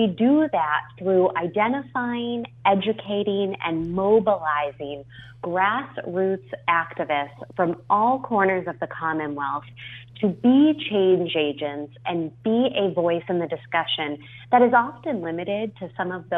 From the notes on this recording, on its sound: Is live on the phone asking Leftist questions.